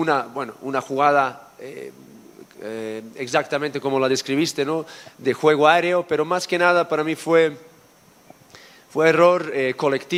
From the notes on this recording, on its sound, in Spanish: en vivo, desde el Estadio Jalisco